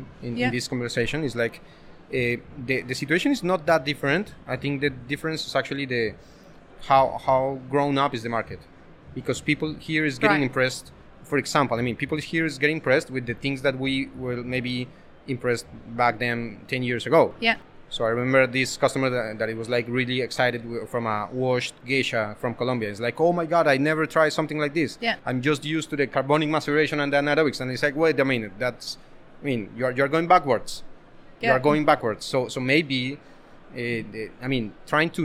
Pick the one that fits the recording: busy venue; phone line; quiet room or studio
busy venue